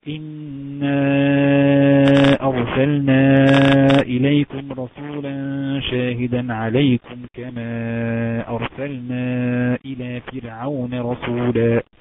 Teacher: إنا منفصل، أرسلنا منفصل، كما منفصل، أرسلنا منفصل، كل دي مدود منفصل أربع أو خمس حركات · Term: مد منفصل